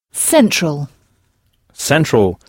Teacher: Et remarquez que là encore, on frappe la syllabe qui vient avant la terminaison en « all », donc « central »